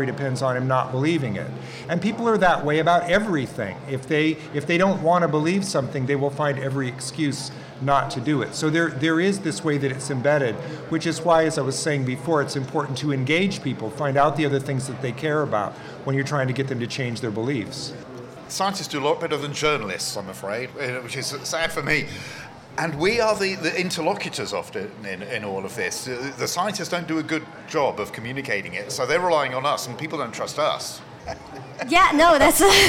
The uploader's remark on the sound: In a show recorded before a live audience at the Seattle AAAS meeting, and co-presented with the BBC World Service.